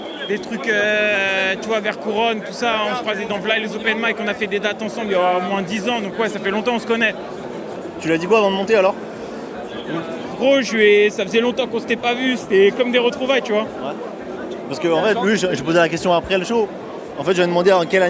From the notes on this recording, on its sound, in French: Au milieu du Grünt Festival. Pose ses micros dans les coulisses du Grünt Festival 2 et part à la rencontre de ceux qui le font : organisateurs, artistes et spectateurs.